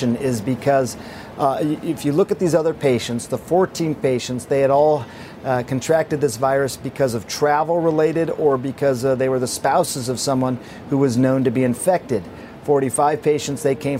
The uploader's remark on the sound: is live from The New York Stock Exchange